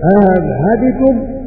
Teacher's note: بتسهيل الثانية وعدم إدخال ألف بينهما